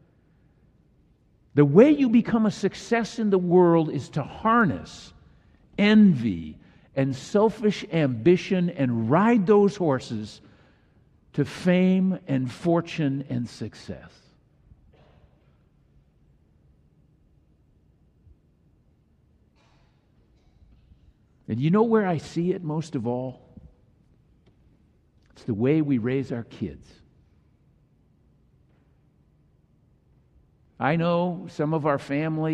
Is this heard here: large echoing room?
yes